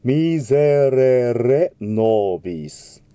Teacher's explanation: 母音に挟まれていますので、ミセではなく少し濁った感じ、強い息が出ますね